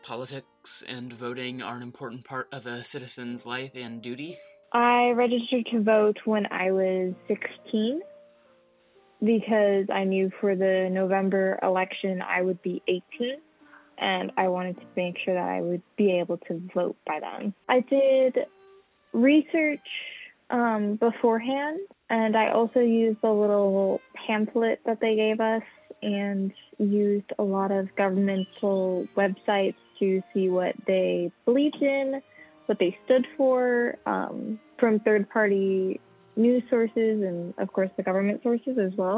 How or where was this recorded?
phone line